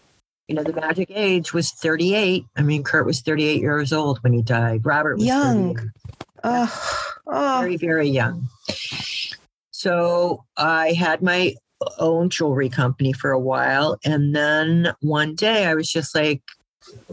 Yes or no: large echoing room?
no